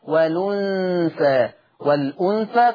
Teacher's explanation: يحذف الهمزة ويأخذ الحركة إلى الحرف الساكن قبلها · Term: النقل